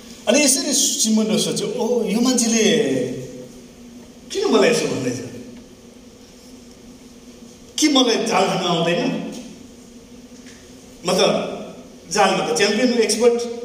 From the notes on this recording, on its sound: sermon preached in sgnc service